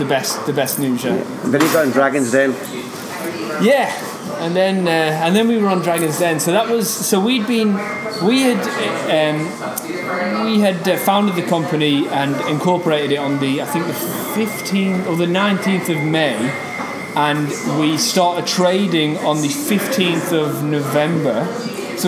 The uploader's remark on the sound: was in Belfast at the Digital DNA conference